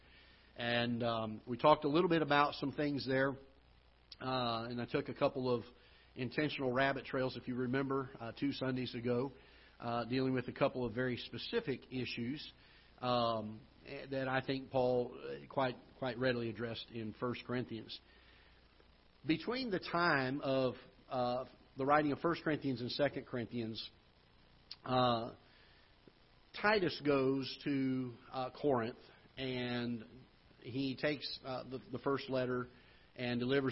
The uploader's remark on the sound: Ketha Heights Baptist Church ~ Live Broadcast